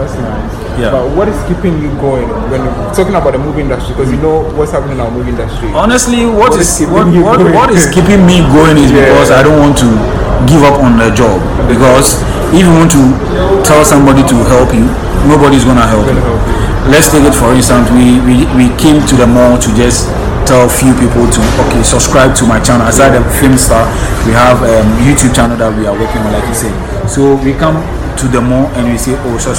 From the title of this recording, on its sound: OUTDOOR RECORDING